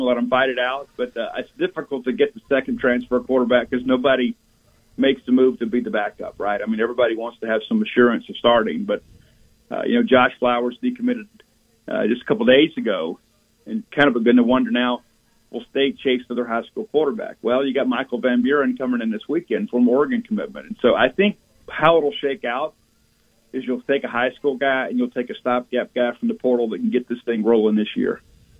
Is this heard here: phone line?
yes